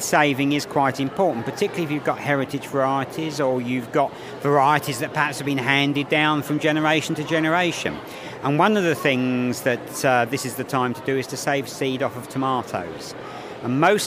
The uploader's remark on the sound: We're at the RHS London Harvest Festival Show.